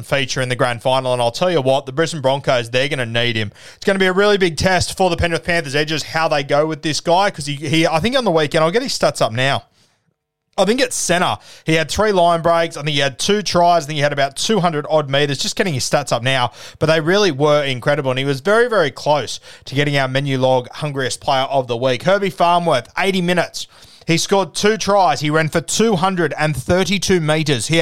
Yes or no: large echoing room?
no